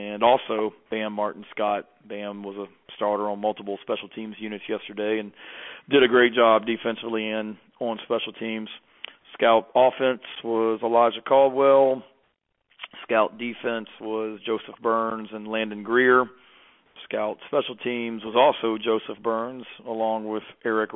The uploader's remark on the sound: Sunday night conference call.